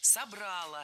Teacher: Опять же, убираем ударение с окончания, однозначно. Только собрало и никак иначе.